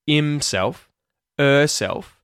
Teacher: because we're using H deletion, we're not saying the H at the start of the words himself and herself.